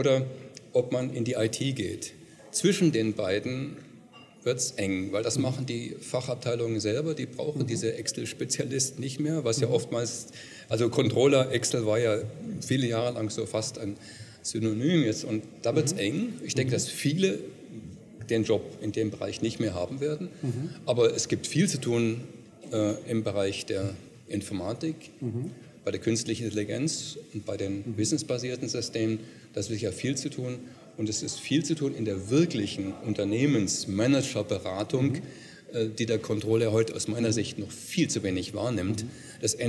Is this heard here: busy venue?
yes